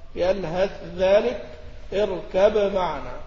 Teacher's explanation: وأظهر التاء عند الذال من يلهث ذلك، والباء عند الميم من اركب معنا · Term: بالإظهار